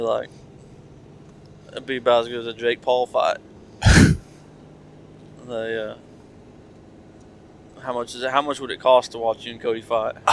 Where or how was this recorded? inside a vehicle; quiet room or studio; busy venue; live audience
inside a vehicle